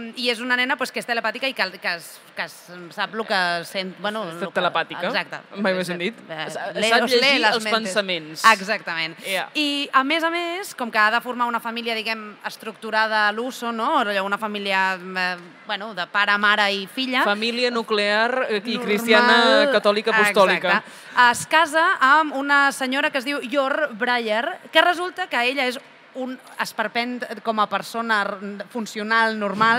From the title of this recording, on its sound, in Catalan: en directe des del MangaBCN 2024